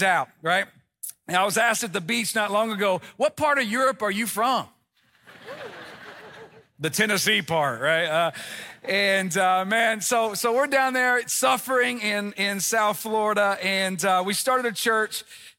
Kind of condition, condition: setting, large echoing room